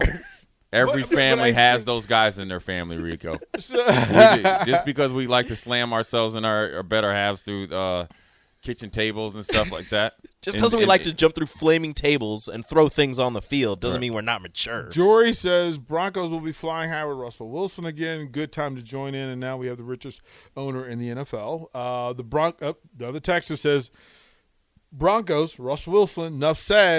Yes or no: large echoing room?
no